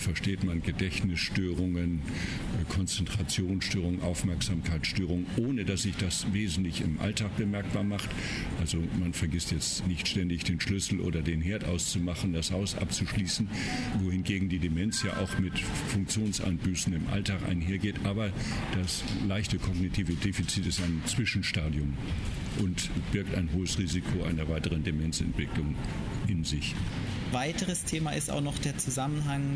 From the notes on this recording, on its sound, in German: Das Interview wurde auf einer Konferenz mit entsprechender Geräuschkulisse aufgenommen.